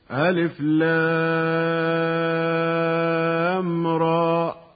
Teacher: أما الألف فلا مد فيها، والراء تمد مدا طبيعيا بمقدار حركتين